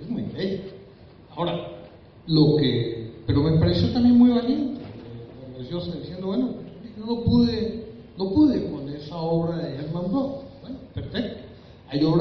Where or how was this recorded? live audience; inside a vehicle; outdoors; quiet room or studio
live audience